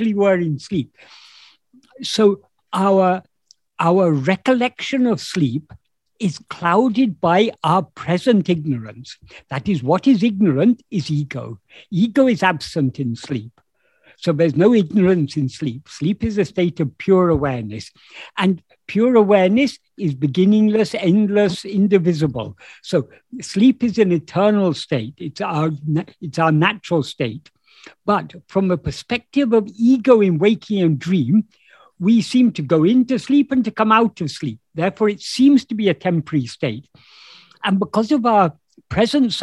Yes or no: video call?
yes